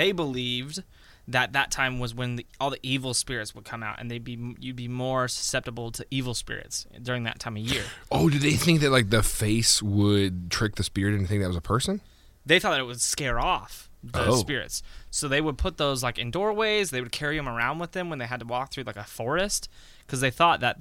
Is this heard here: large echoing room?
no